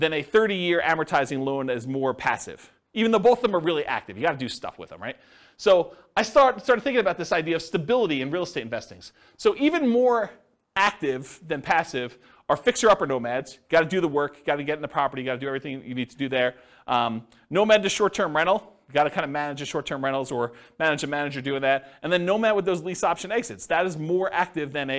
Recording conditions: live audience